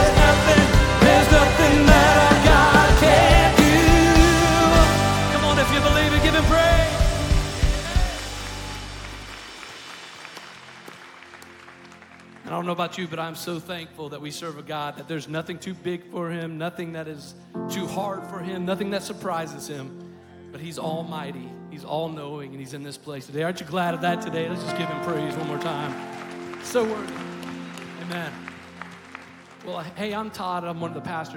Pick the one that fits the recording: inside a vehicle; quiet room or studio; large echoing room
large echoing room